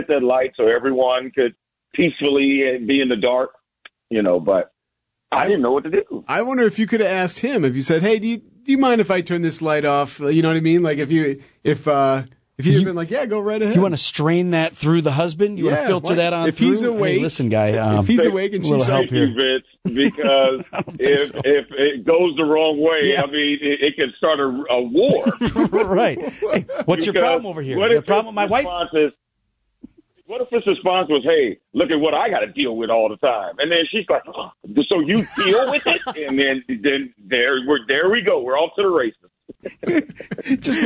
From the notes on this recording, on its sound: Joins the program via phone because of his late flight last night.